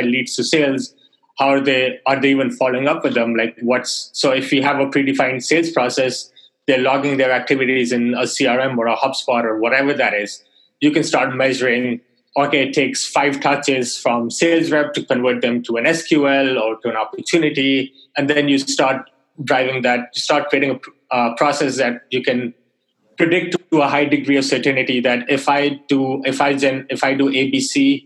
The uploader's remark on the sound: Webinar Audio. This is the audio of a webinar I did with LeadSift .